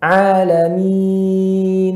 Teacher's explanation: pada nunnya ada ya suara yang mengalir pada nun karena dia nun masuk gunnah. Alamin. Jangan dimatikan.